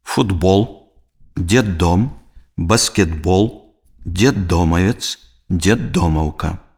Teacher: Пры вымаўленні звонкаязычнага «д» артыкуляцыйнае становішча частак моўнага апарата такое ж, як пры вымаўленні глухога «т», але гук напаўняецца голасам, які надае яму звонкасць. Глухізычны «т» перад звонкімі зычнымі «б», «д» у сярэдзіне слова вымаўляецца як «д»